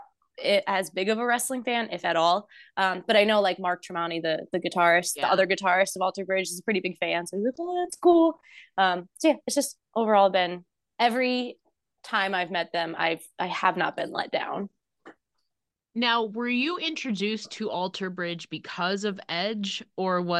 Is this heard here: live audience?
no